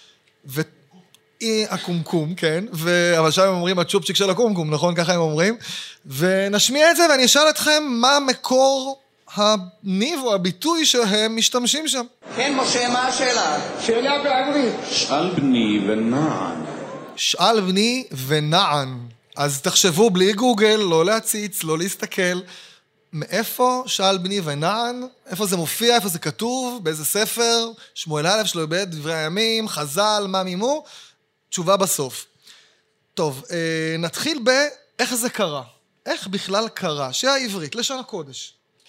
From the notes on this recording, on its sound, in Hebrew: בפרק חי של קולולושה (פרק שהוקלט בפני קהל).